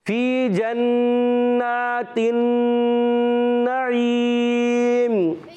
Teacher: ہونٹ گول ہونٹ بند نہیں ہو جائے میم نہیں ہے نون ہے